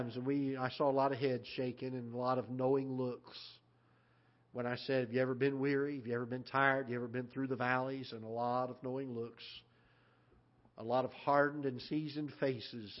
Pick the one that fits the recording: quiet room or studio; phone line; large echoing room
large echoing room